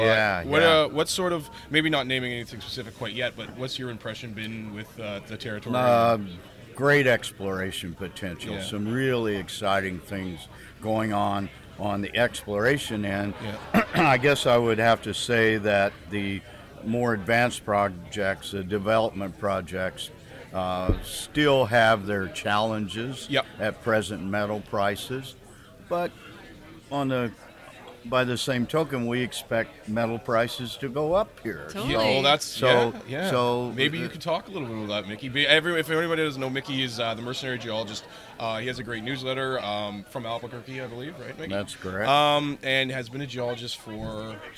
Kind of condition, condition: setting, busy venue